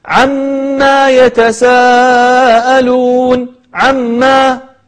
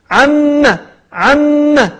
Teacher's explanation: أول هذه الأشياء عندما يبدأ السورة فيقول قائلهم، هو هذا الآن مثال الخطأ الذي سأذكره، يقول عما يتساءلون عما، فيمد فيجعل بعد الميم ألفا ممدودة. والصحيح أن عم هي عبارة عن حرفين عين وميم، والميم هذه مشددة مفتوحة · Shown in: second take · عم عم، فليس بعدها يعني مد.